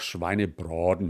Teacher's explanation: dann sprechen wir ein sogenanntes dunkles A